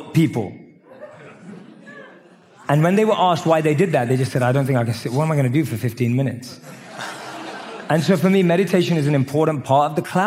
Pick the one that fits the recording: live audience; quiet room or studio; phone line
live audience